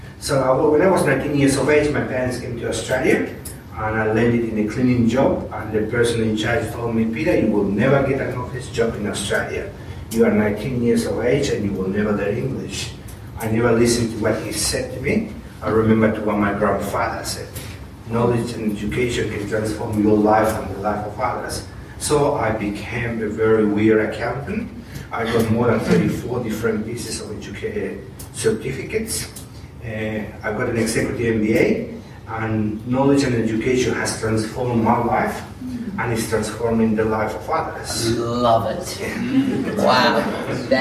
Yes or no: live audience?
yes